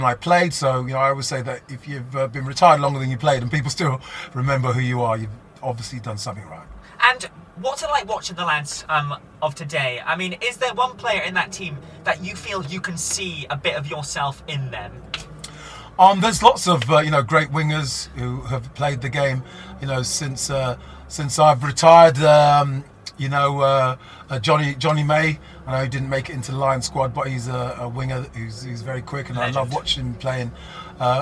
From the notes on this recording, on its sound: This episode was recorded live at the 2021 British Motor Show in Farnborough. Track Back was in collaboration with The Podcast Guys who were the official podcast and video partner of the British Motor Show.